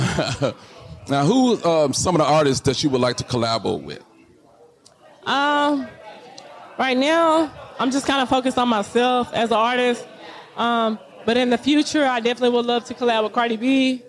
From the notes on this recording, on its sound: Live From Sin City Seafood in Las Vegas